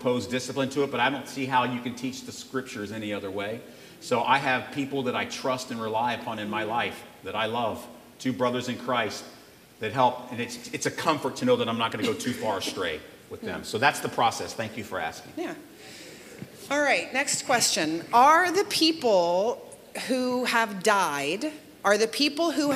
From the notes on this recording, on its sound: where the congregation got to ask some burning questions